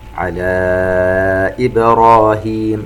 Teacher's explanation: على إبراهيم مد منفصل يمد مقدار 4 حركات، ونقلقل الباء